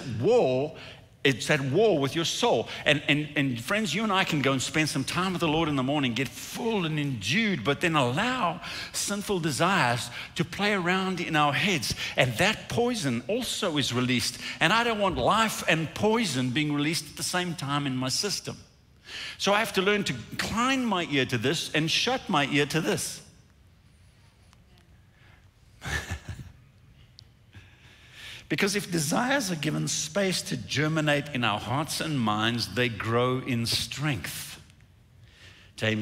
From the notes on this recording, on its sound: recorded at Northlands Church on March 14, 2021